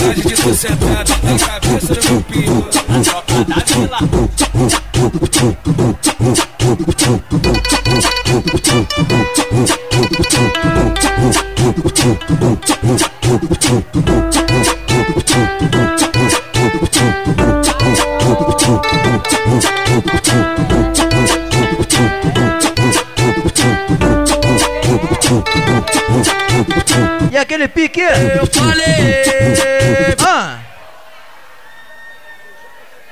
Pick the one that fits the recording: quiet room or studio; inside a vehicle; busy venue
busy venue